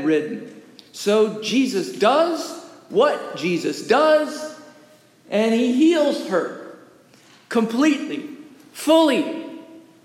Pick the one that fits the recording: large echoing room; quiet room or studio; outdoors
large echoing room